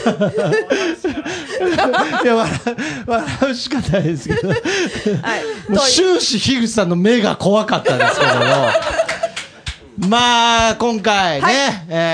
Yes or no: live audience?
yes